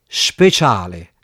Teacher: in napoletano c'è anche la pronuncia sh della S, seguita da consonante